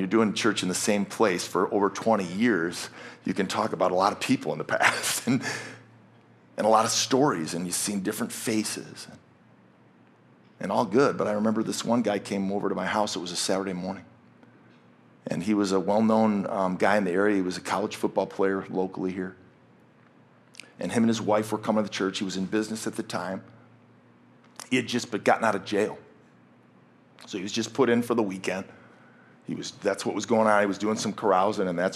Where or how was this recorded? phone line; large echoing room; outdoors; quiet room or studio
large echoing room